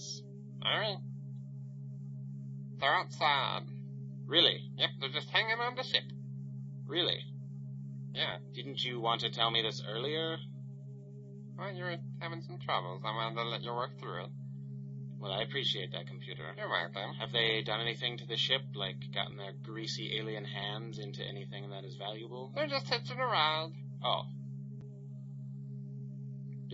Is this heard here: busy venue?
no